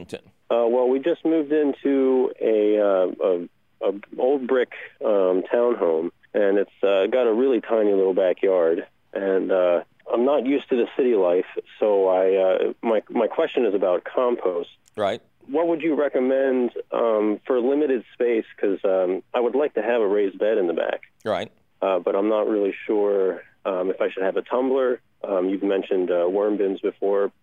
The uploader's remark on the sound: Otherwise, it's a phone call extravaganza!